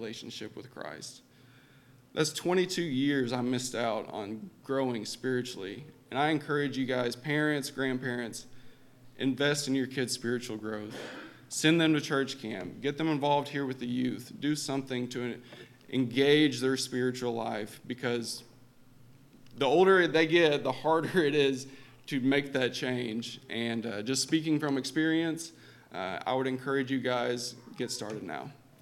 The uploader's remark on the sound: LIVE Services at Sunshine